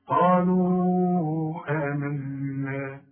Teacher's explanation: يبقى انا همد اربع حركات عند الوصل · Term: المد المنفصل